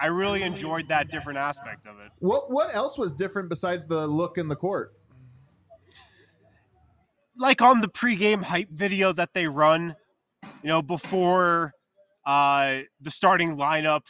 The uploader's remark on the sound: come to you LIVE from the DNVR Bar